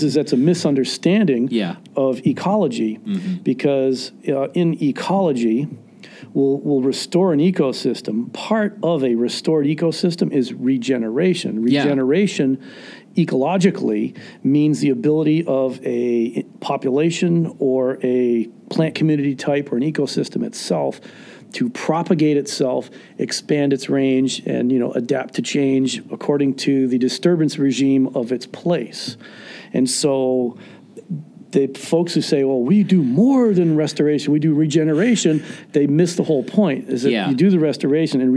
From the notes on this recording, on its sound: during the 2019 MOSES Conference